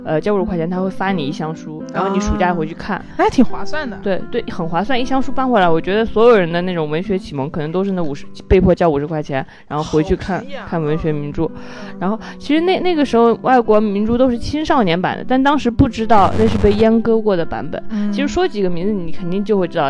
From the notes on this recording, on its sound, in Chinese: 本期是我们在床上拿着话筒录的，有电流声